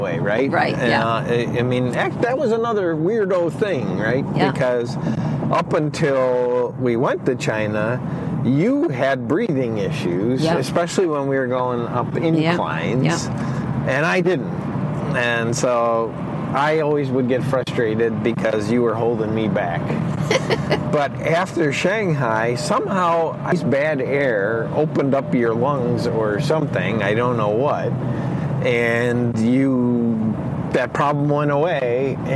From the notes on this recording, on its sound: We did the interview while on a long car ride. He had a lapel mic on which picked up some of the road noise.